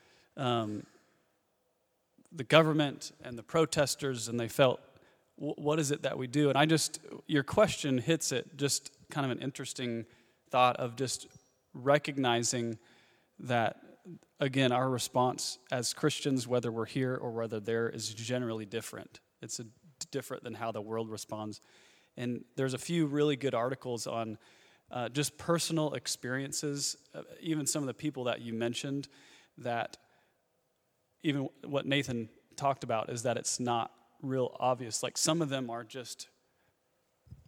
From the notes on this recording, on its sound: Q & A Recorded 18 February 2016 Brookside Campus